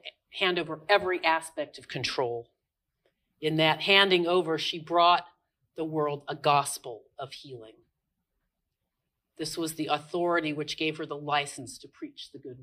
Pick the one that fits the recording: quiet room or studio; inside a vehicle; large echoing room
large echoing room